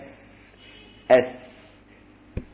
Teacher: بتخرج من طرف اللسان بس مش من أصل الثنايا العليا، لا، من أطراف الثنايا العليا